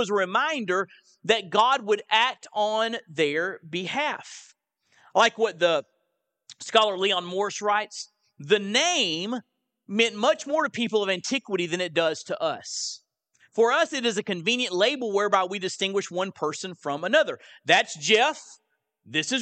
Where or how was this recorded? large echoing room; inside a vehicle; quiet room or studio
large echoing room